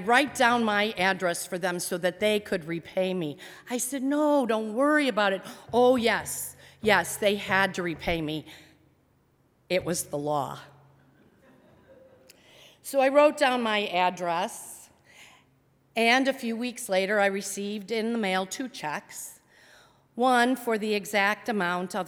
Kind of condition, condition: setting, large echoing room